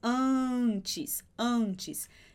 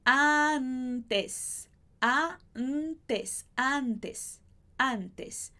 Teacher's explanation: Em espanhol, a gente vai pronunciar isso como se esse A e esse N fossem separados. · Shown in: second take · Então, a gente vai fazer aquele A de aqui, como a gente viu na última aula, e depois a pronúncia do N.